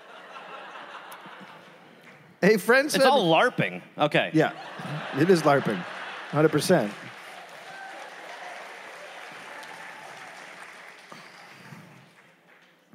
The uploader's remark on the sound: Recorded live at the Lincoln Theater in Washington DC.